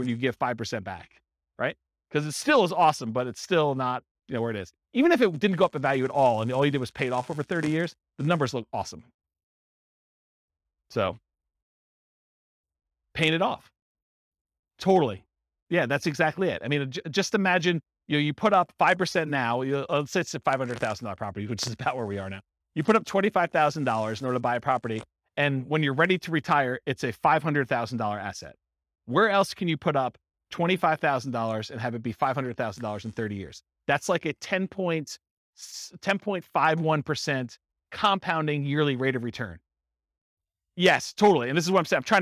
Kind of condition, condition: setting, live audience